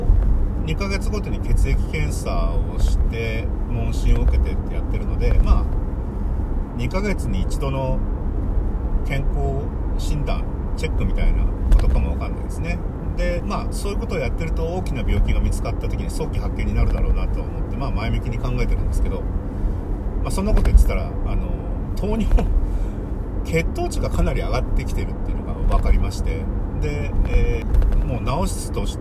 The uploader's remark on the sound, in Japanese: 今回もクルマの中から雑音多めで失礼します。